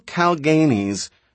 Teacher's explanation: she accented the second syllable and gave it a long A